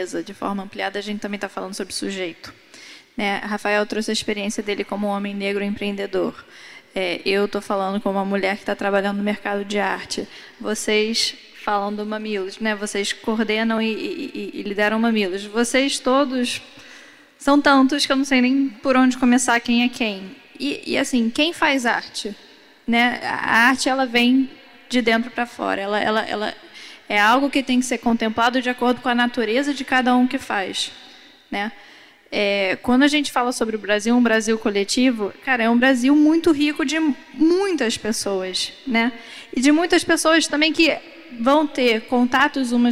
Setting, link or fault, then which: setting, live audience